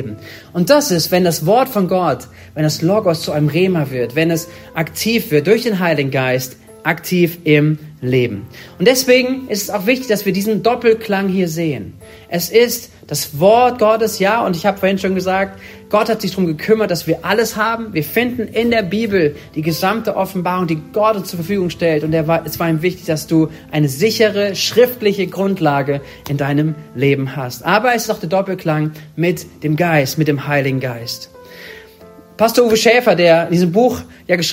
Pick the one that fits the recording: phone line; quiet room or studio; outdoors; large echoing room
large echoing room